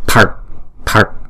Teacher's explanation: khi chúng ta phát âm chữ t này chúng ta phải uốn cong lưỡi lại